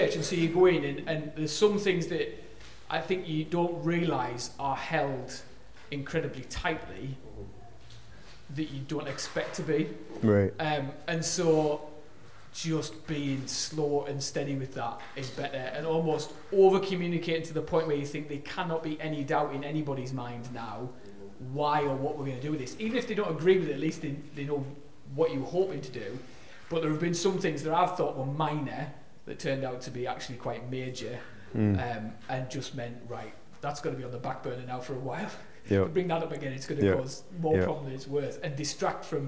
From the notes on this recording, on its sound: This weeks podcast was recorded at the 2022 Medhurst Ministries Weekender and features a Q&A Session.